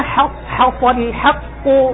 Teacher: فترقق الحاء تفخم الصاد من غير استعانة بضم شفتين ولا إمالة بالحاء على الكسرة